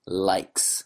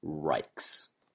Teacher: One way to try to practice, feel the difference actually physically in your mouth is when you say "rikes," it feels like it's in the back of your mouth. Your tongue is in the middle to the back of your mouth · Shown in: second take · Term: R sound